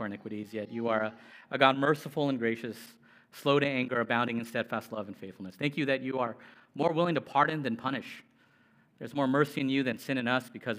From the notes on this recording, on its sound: Preached. At Immanuel Church of Orange County.